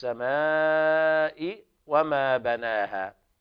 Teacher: مد 2 ألف يعني 4 حركات مد واجب متصل لا يجوز قصره بحال